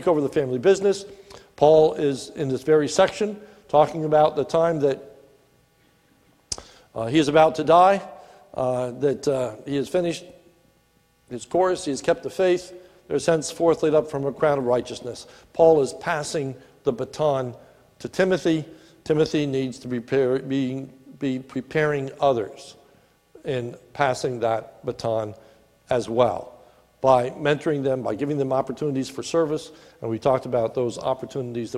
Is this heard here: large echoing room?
yes